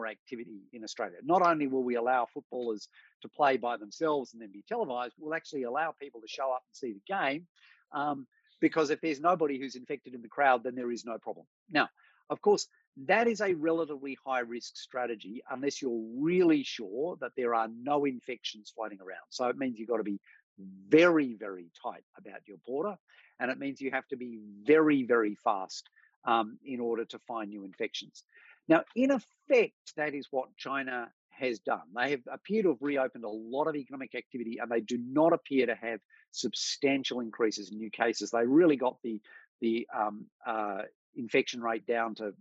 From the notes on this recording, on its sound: COVID-19: Your Questions Answered - Webinar recording.